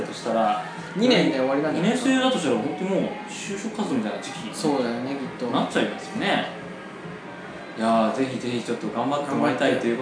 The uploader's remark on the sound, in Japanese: カラオケで録音したので若干後ろがうるさいかもしれませんがあしからず。